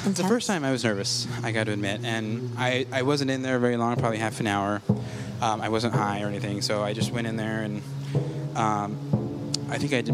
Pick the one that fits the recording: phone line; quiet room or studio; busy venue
busy venue